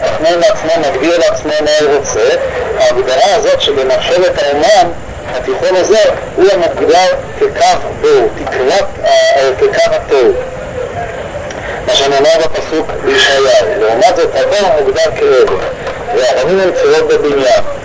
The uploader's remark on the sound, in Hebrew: ההקלטה באיכות נמוכה